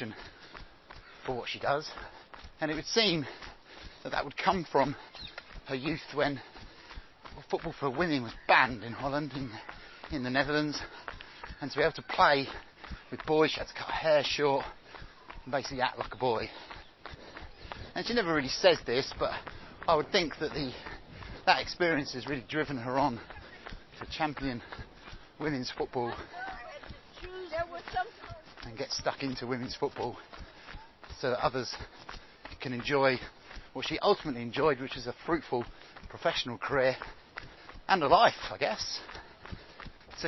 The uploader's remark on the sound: recorded on Hampstead Heath